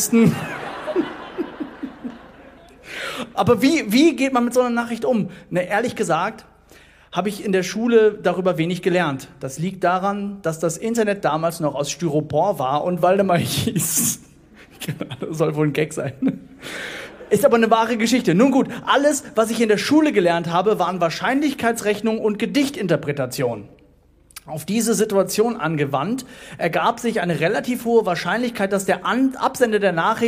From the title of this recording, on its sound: Poetry Slam Audio